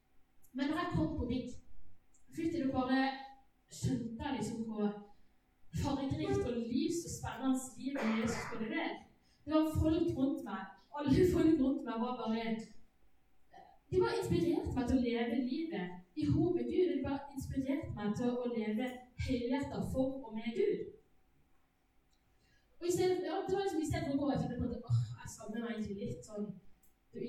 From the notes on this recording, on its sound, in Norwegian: Beklager, dårlig lydkvalitet.